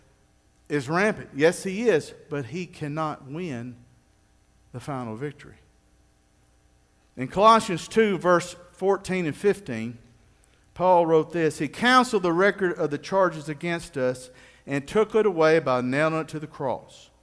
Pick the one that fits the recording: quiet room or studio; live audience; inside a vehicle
live audience